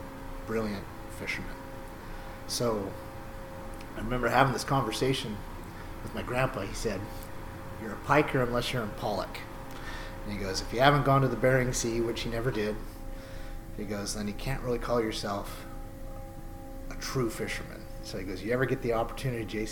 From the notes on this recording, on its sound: forgive the background Hydraulic Noises.